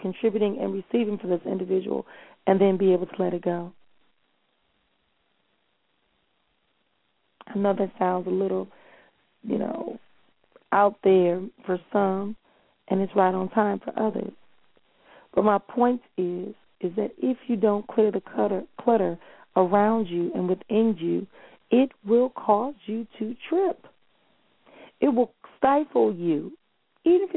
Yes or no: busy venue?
no